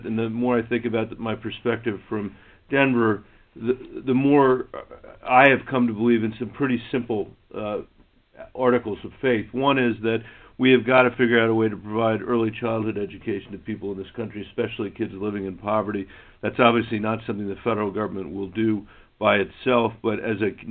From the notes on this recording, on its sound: conference call with business leaders both from Colorado and across the country